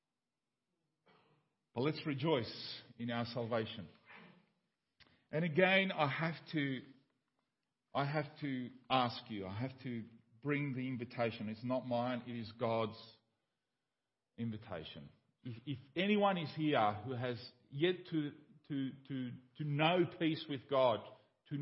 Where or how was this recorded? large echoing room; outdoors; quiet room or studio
large echoing room